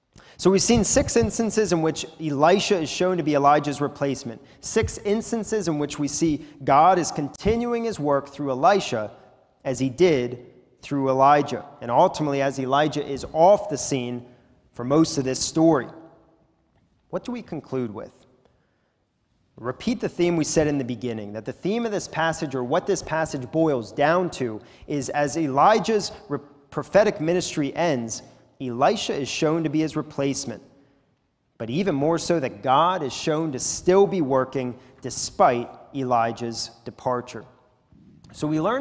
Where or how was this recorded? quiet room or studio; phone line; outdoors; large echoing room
large echoing room